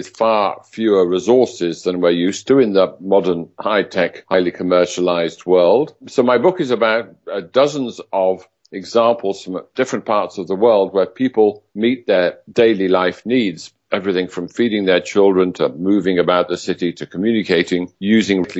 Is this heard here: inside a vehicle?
no